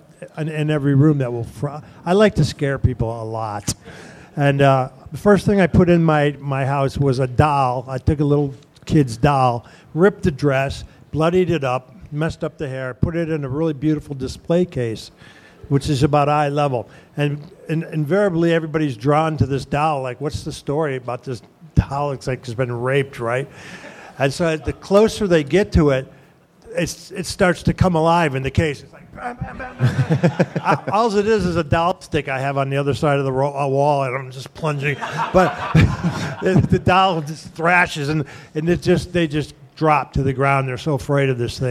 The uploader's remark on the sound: live at the ATC Comedy Festival in Phoenix, AZ